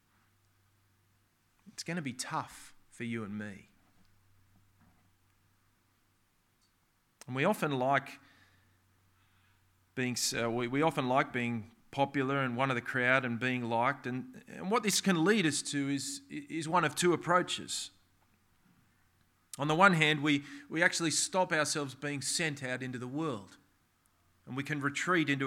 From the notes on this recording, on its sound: This sermon was preached on the 24th of September 2023 at all services of Helensburgh and Stanwell Park Anglican Church.